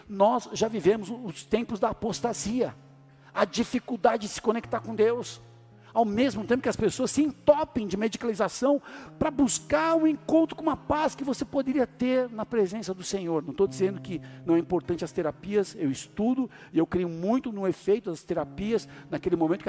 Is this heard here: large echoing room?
yes